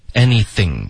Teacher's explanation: Anything,舌尖要碰上齿